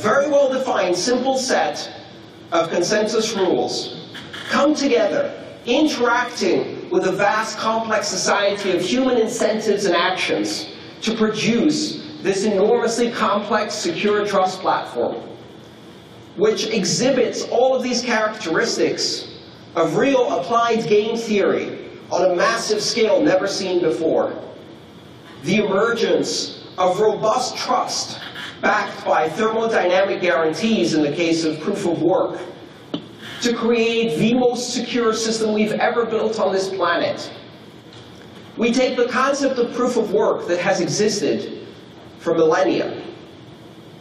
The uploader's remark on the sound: This talk took place on June 20th 2016 at the Blockchain Training Conference (in collaboration with the CryptoCurrency Certification Consortium) within the MaRS Discovery District of Toronto, Canada.